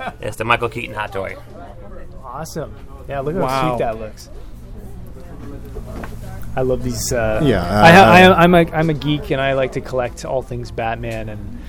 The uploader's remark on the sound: at Mike's Comics in Orlando, Florida for Free Comic Book Day